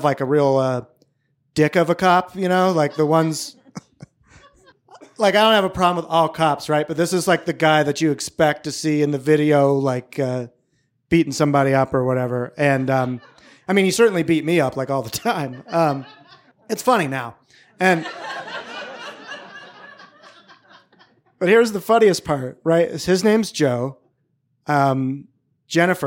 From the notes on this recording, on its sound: This story was recorded live on August 21, 2019 at Buntport Theater in Denver, Colorado